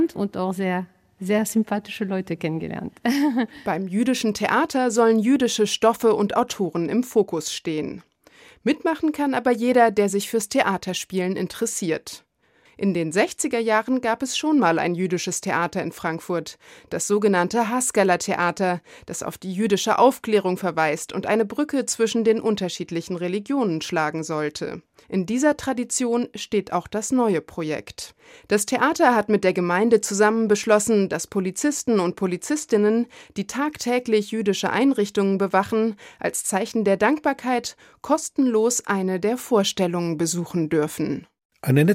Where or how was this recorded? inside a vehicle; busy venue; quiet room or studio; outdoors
quiet room or studio